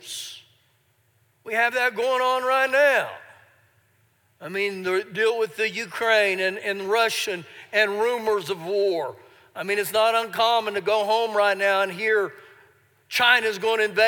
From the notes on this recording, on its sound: Recorded live during our Sunday morning service